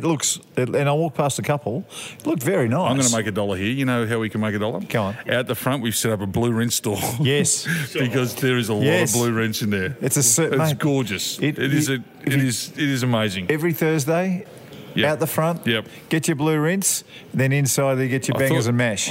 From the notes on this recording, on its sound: Live from the Mountain View Hotel.